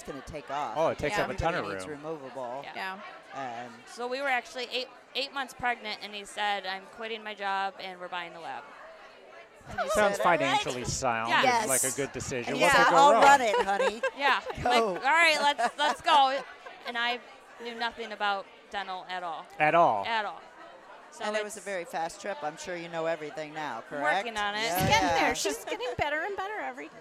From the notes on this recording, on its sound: For the last three years, we have gone to the Ladies of the Mill Summit and recorded a ton of amazing females in our industry. We had our first opportunity to record ON-STAGE in front of a LIVE audience.